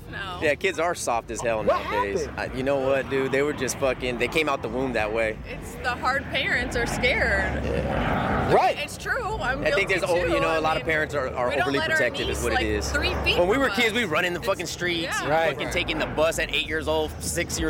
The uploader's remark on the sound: HEAR WHAT HANGING OUT AT THE BEACH ON A SUNNY SEPTEMBER SUNDAY IN LA SOUNDS LIKE